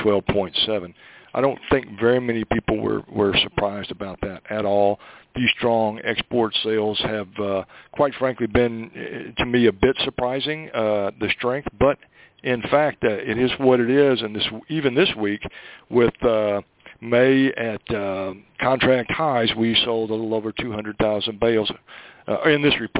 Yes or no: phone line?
yes